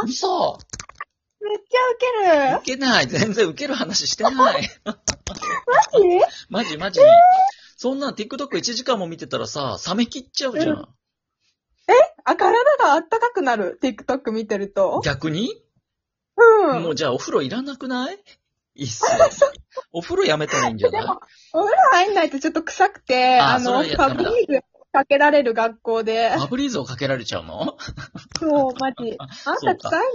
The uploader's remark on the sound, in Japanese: From Radiotalk。2人組。笑い声あり。ゲストと一緒に配信。リモート収録。男女ペア。